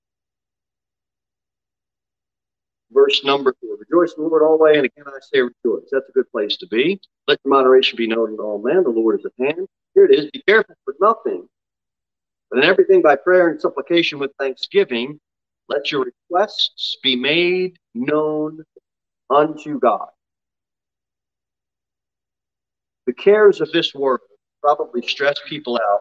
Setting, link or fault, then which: setting, large echoing room